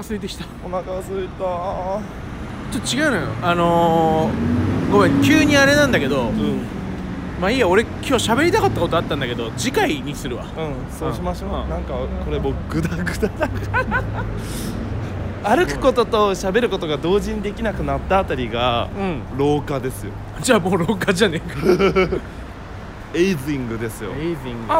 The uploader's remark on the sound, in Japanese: グダリTOKYOヲーキング。収録場所がなさすぎて、ウォーキング・デッド。しゃあないから、2駅くらい歩いちゃうかってくらいのノリの今回。歩きながらしゃべる。夜のTOKYOって、人を少し、大胆にさせるよネ・・・。